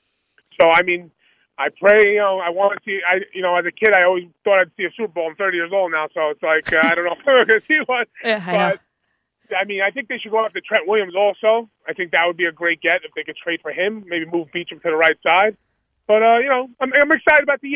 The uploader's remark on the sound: Listener phone calls